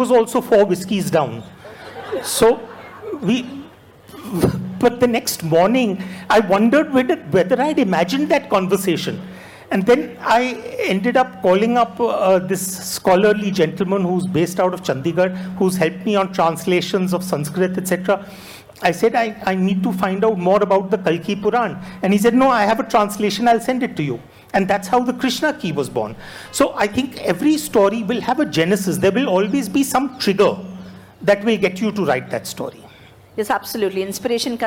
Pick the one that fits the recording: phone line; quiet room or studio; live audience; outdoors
live audience